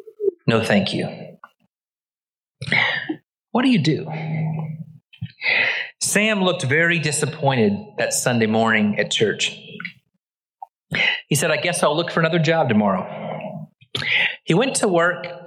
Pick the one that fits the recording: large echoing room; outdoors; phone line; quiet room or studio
large echoing room